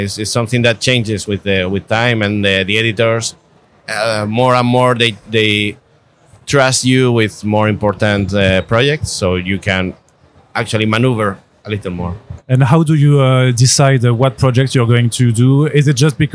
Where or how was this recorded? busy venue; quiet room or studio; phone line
busy venue